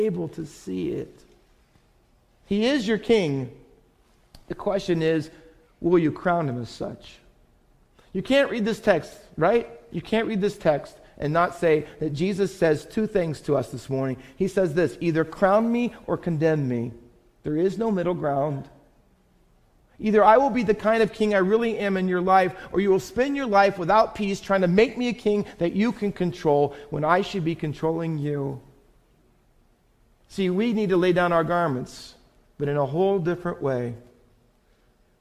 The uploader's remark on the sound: Faith Baptist Church in Hamilton, NJ.